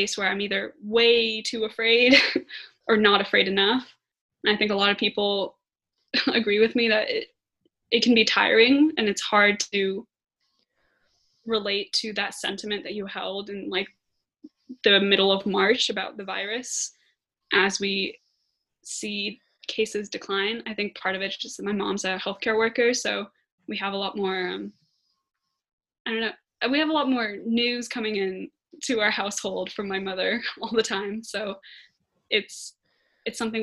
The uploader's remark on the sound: the zoom conversation that I had this week